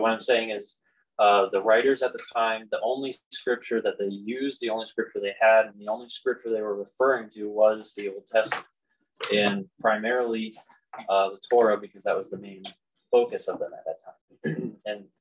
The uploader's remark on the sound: the audio quality is not that great and there are moments where some of our words cut out for a short time.